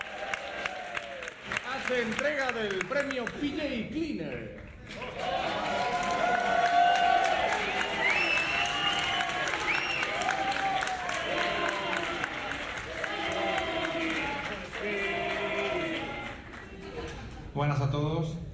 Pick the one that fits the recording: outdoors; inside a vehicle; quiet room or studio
outdoors